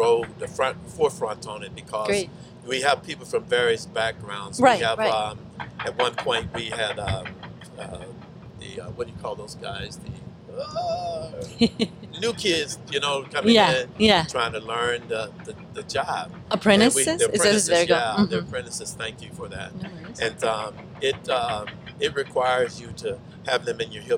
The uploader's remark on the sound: Coming at you from Naval Base San Diego, afloat on a live crane.